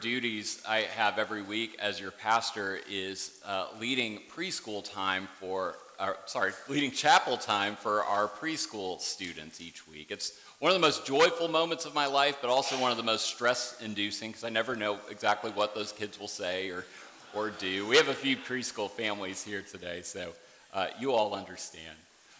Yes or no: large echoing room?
yes